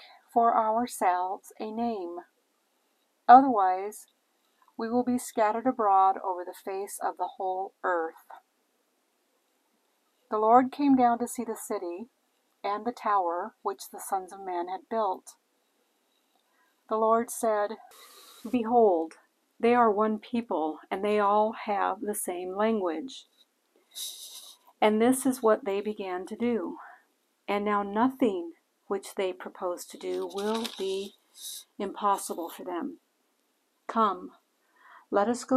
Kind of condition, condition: fault, background noise